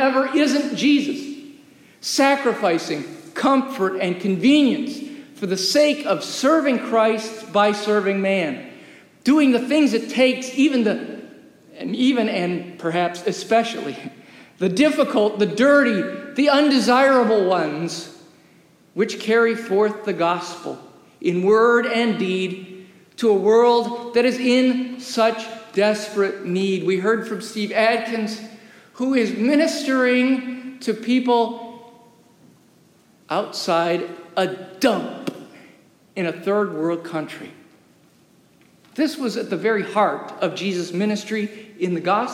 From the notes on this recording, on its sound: Recorded live during worship in the historic, 317-year-old sanctuary of (Old) Rehoboth.